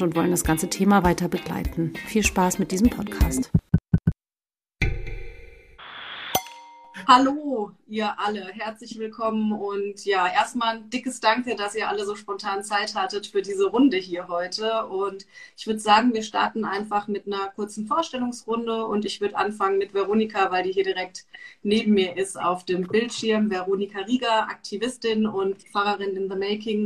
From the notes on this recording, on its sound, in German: live auf Instagram gesprochen